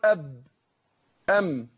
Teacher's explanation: بس الميم والباء بيخرجان بانطباق الشفتين